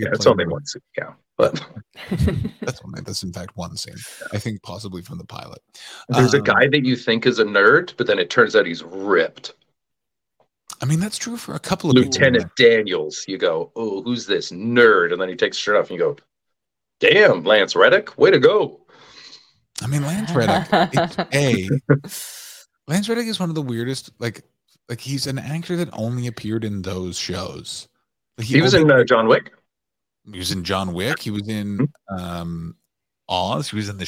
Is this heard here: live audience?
no